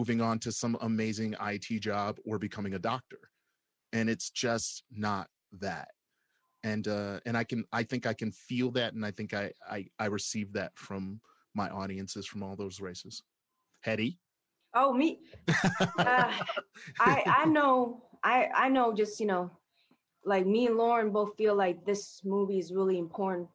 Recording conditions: video call